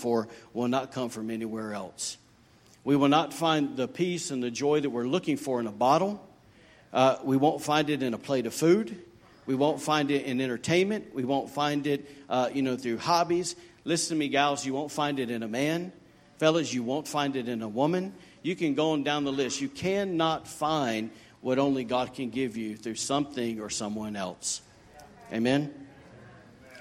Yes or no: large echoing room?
yes